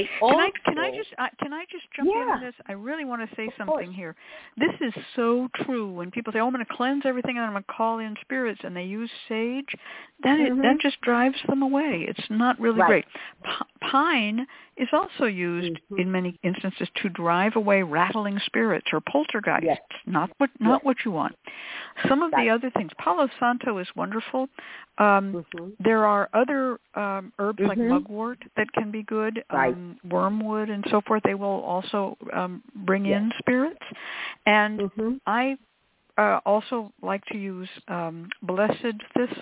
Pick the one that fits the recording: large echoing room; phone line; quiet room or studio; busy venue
phone line